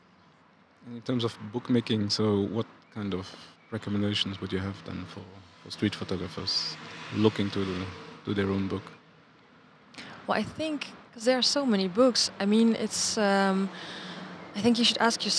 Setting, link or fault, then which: setting, outdoors